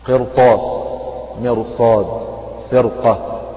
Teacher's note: فهذه الكلمات نلاحظ أن الراء فيها مفخمة رغم أنها راء ساكنة سبقت بكسر والكسر أصلي ومتصل بها في نفس الكلمة ولكن بعدها حرف استعلاء في كلمتها. قرطاس هنا فخمت لأن بعدها طاء، فرقة مفخمة لأنه بعدها قاف، وكذلك إيه؟